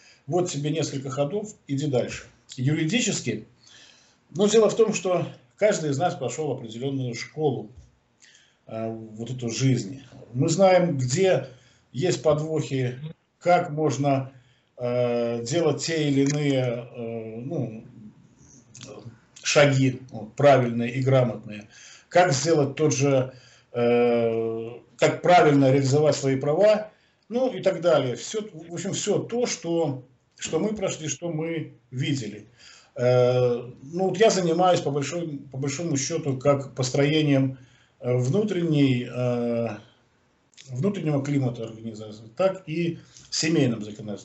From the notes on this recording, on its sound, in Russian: Первая запись нашего телемоста Москвы и Минска